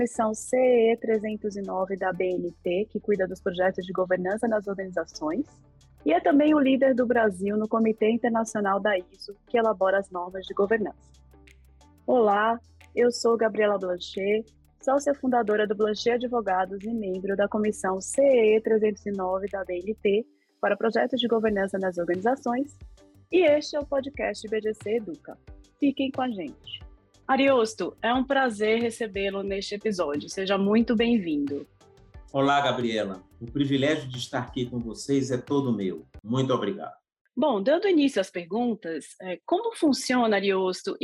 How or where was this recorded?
video call